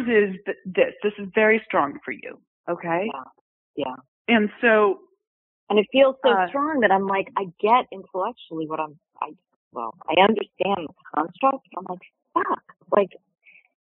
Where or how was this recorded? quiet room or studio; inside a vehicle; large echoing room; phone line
phone line